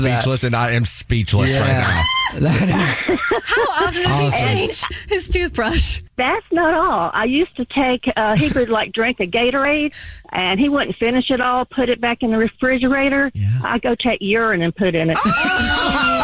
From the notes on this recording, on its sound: The woman on the phone